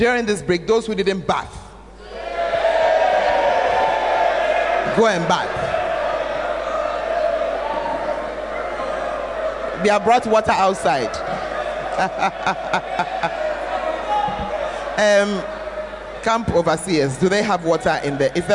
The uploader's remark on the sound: Preached At The 12 Foundations Of The Bacenta Camp